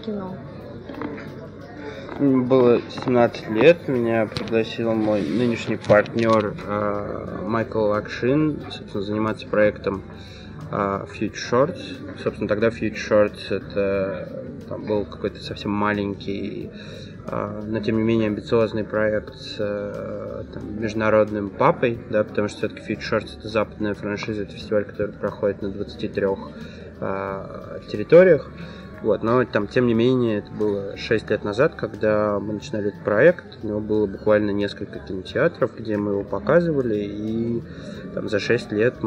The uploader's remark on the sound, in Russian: записан на фестивале «Кинотавр».